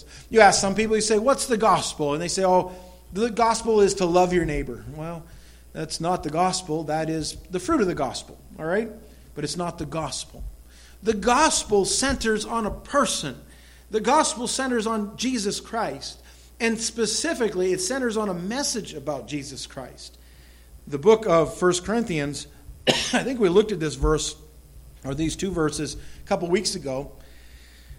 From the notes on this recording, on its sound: This recorded sermon entitled, Important Final Words, was delivered at the Madawaska Gospel Church on the morning of September 11, 2016.